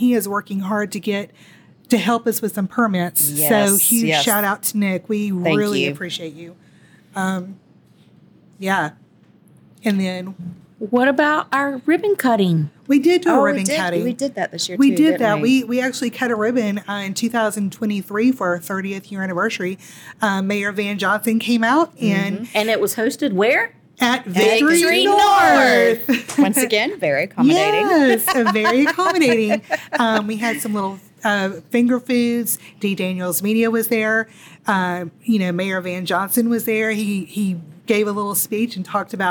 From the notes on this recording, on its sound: This FESTIVE episode is ON LOCATION at Billy's Place at McDonough's Restaurant and Lounge! In SAVANNAH.